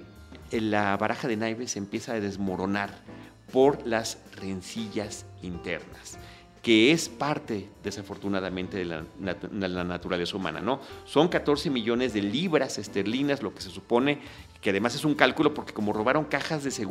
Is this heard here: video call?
no